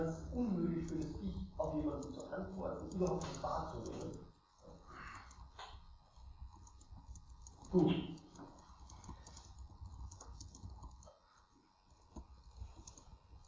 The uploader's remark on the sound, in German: Es gab bei dieser Aufnahme leider Tonprobleme, die ich nur seh mühsam beheben konnte.